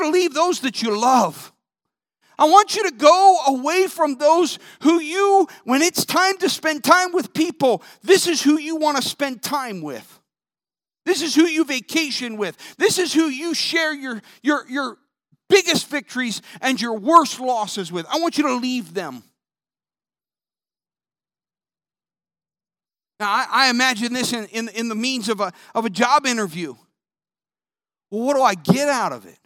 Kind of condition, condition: setting, large echoing room